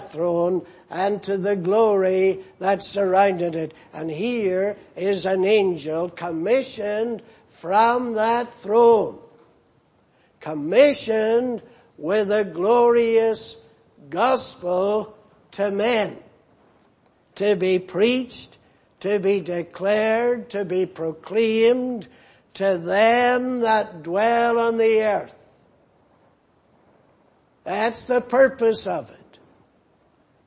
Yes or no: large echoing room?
yes